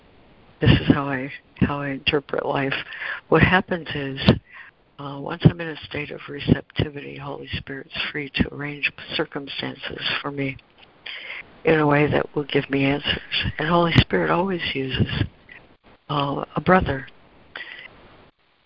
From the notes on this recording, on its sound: ACIM Daily Conference Call